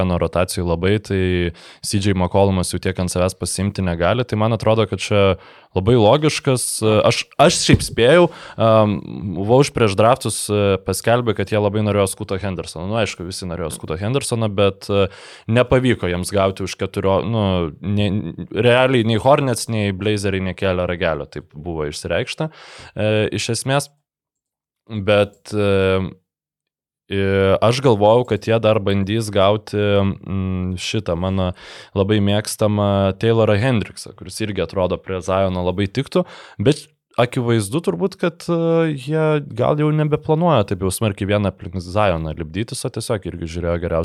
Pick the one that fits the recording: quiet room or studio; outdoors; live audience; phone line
quiet room or studio